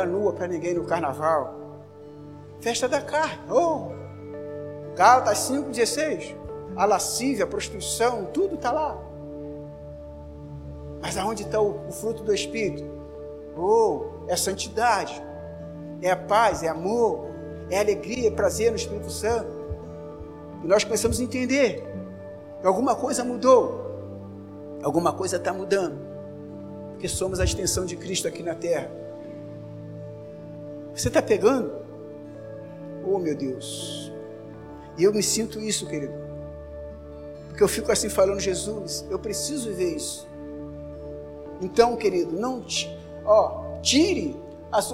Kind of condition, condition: setting, large echoing room